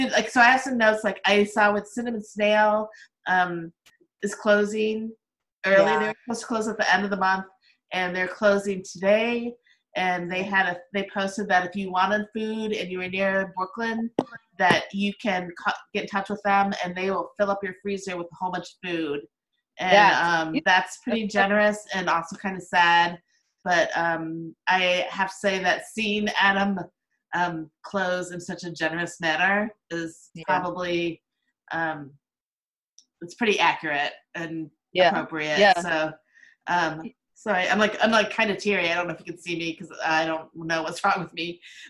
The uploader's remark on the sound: This is a zoom chat